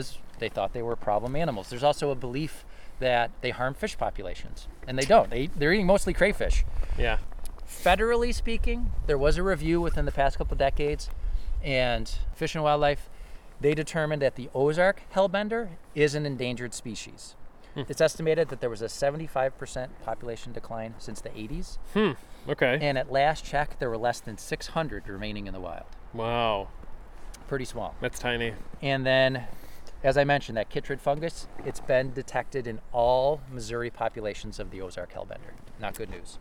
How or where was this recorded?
outdoors